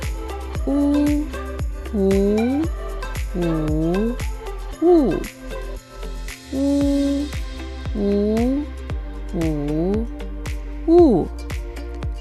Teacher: Al pronunciar la tenemos que juntar los labios hacia adelante formando un agujero. Al mismo tiempo la lengua se va hacia atrás y su superficie trasera se levanta hacia el paladar blando. La úvula está pegada a la pared de la garganta y vibra la cuerda vocal. · Term: vocal U